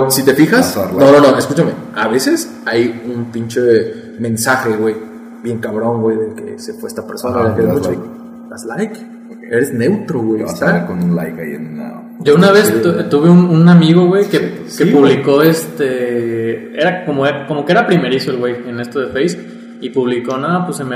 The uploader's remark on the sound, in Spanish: Seguimos en proceso de mejora continua, disculpen las fallas de audio ^^'.